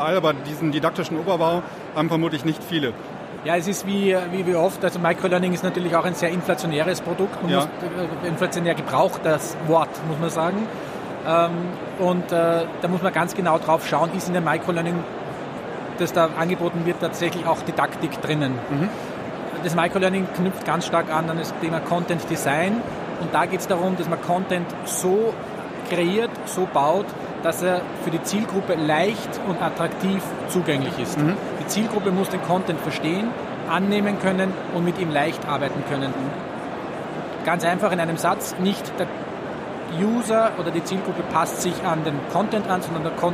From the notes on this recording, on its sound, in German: waren auf der Learntec in Karlsruhe und haben neben eigenen Eindrücken auch live einige Stimmen von Ausstellern eingefangen.